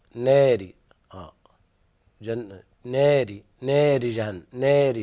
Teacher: فيقلل باتفاق الألفات المتطرفة التي وقع بعدها راء مكسورة · Term: التقليل